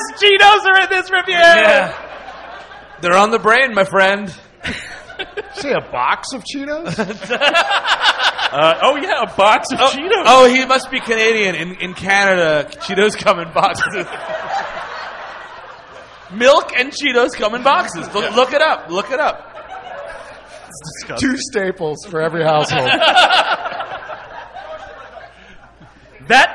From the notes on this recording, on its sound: Recorded live